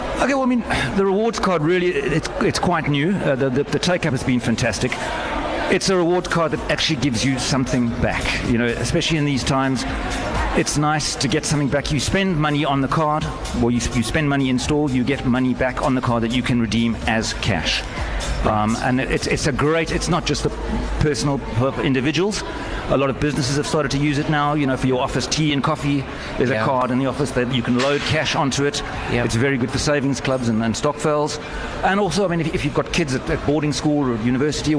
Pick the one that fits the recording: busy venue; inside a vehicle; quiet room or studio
busy venue